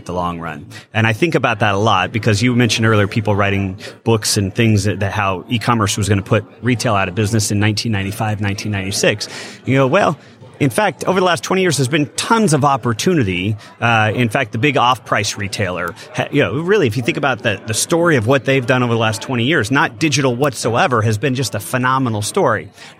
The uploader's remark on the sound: sat down for a interview live from the NRF Big Show